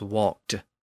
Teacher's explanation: Usually, we don't pronounce that with a D at the end. It usually gets pronounced with a T